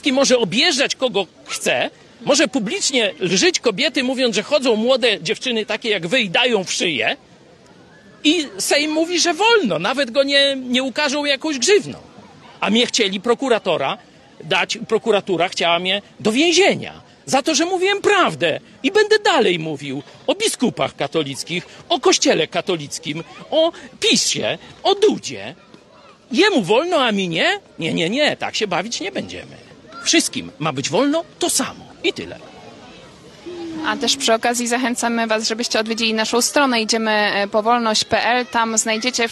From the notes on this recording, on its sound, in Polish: przeprowadzony na Placu Litewskim w Lublinie